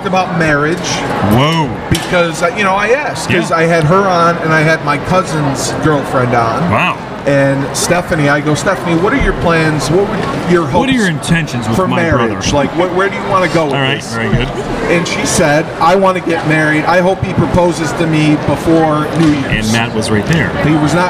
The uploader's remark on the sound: Sangertown Mall- On Location. Record in front of an eager audience at the Sangertown Mall in New Hartford.